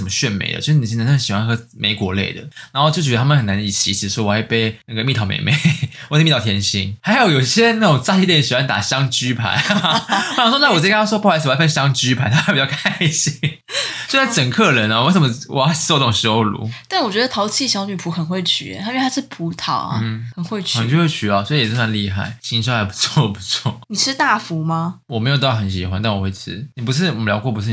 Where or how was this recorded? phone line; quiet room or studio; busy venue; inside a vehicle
quiet room or studio